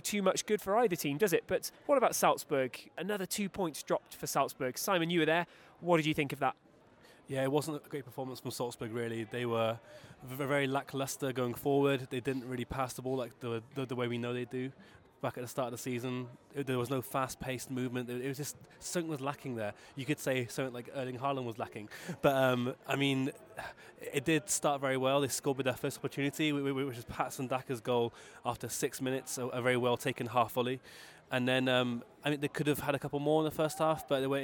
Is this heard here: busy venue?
yes